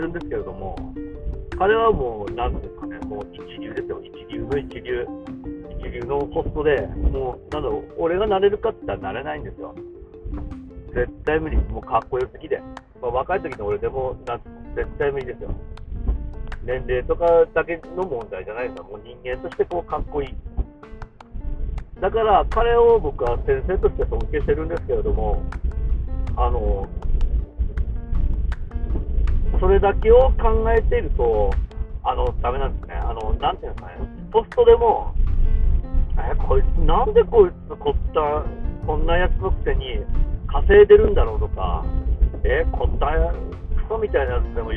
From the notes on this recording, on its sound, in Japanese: 車の渋滞がすごすぎて暇なので録音。風邪気味なので、いつも以上に鼻声っす。